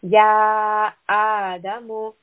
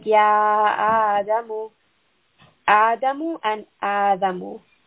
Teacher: It's a very subtle difference, but we want to make sure the hamza is very sharp. · Shown in: first take